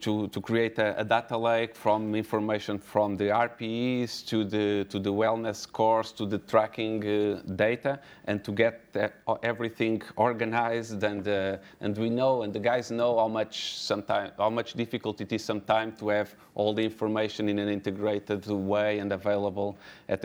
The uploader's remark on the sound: Recorded at the 2019 OptaPro Analytics Forum